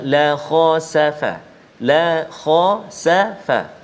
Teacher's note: la lembut jangan kita terkesan dengan huruf kha huruf kha adalah huruf isti'la tebal